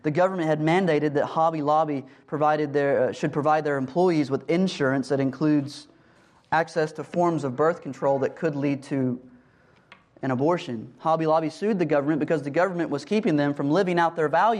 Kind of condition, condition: setting, large echoing room